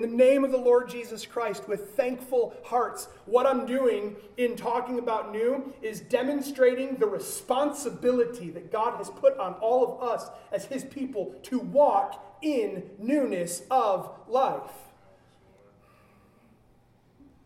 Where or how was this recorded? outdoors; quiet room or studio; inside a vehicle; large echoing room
large echoing room